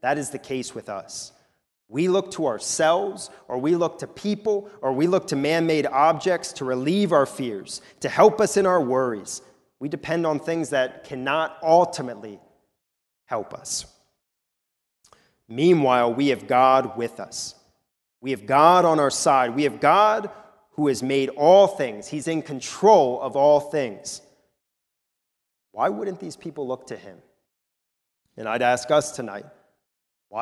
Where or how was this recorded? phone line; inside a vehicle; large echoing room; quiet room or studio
large echoing room